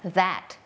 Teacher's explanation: จะเป็นเสียงvoice เนี่ยว่าเส้นเสียงของเราเนี่ยมันจะสั่นแต่วางปากเนี่ยมีคล้ายกันมากๆเลยค่ะ